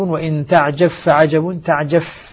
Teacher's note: إذا أدغمنا الباء سوف تسقط بذاتها وصفاتها، فلا قلقلة فيها ولا صفة من الصفات المعتبرة اللازمة الذاتية التي تكون فيها، لأن الإدغام سيكون كاملا.